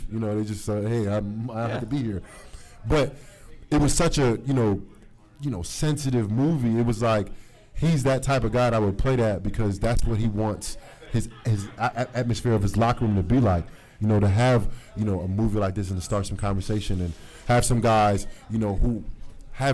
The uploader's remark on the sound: a live recording